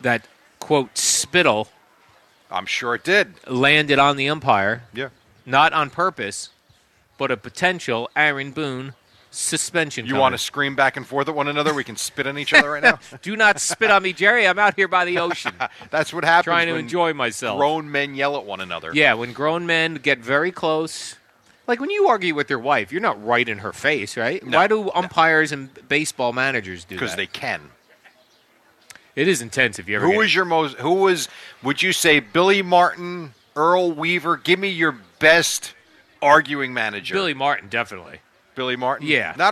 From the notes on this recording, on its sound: Live from D'Jais in Belmar